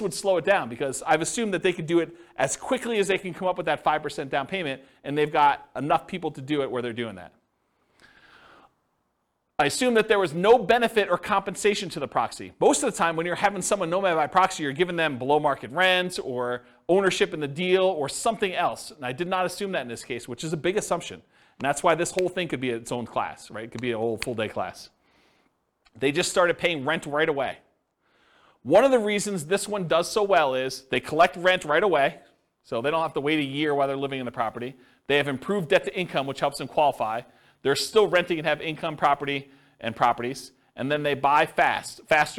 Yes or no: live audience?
yes